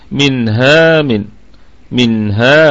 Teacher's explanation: طيب منها طبعا الكلمة أيضا كلها مرققة، الميم في الدرجة الخامسة أقل درجات الغنة، والنون ساكنة أتى بعدها حرف الهاء فهي مظهرة إظهارا حلقيا، والغنة فيها تكون في الدرجة الرابعة من درجات الغنة، والهاء فيها مد طبيعي وصلا ووقفا، يعني نقف على الكلمة بالمد الطبيعي، وأيضا في حالة الوصل هي مد طبيعي، يعني حركتي منها من منها ونقف هكذا.